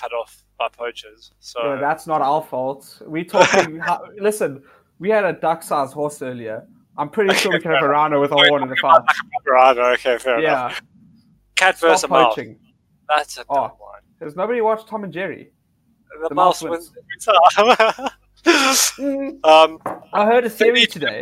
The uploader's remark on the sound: Excuse the quality, this was the first time we tried to record so it can only get better from here!